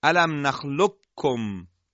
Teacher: یعنی قاف رو کاملا حذف کنیم و کاف رو مشدد بگیم · Term: ادغام به صورت تام